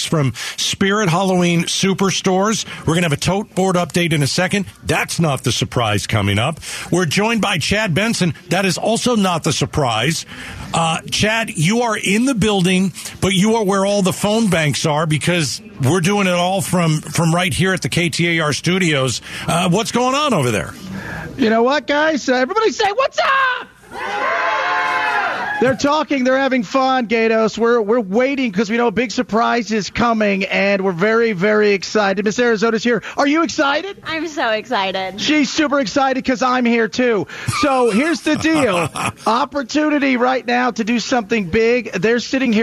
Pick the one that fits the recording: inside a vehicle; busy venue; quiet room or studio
busy venue